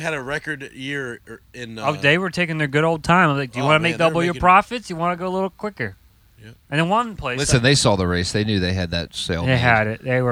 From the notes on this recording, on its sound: A special recording from the camper at Martinsville